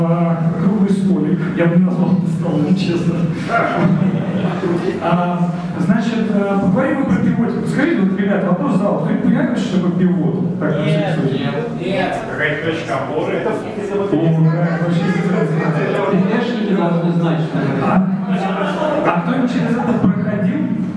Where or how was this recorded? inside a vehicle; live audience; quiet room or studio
live audience